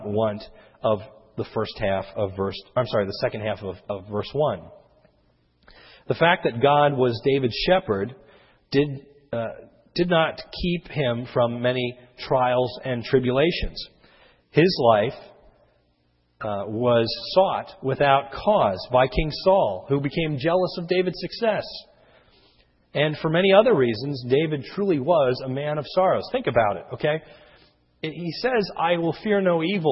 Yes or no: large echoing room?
yes